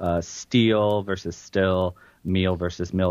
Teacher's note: a lot of these distinctions between the E and the I vowel, the A and the E vowel, and so forth, before an L sound, they merge together, the distinctions lost